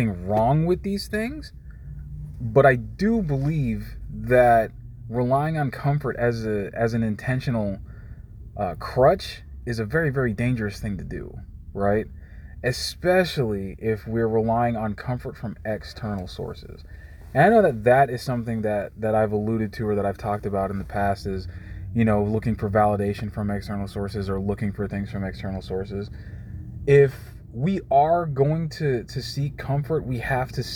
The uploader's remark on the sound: I am comfortable recording in my car, so don't mind the passing vehicles.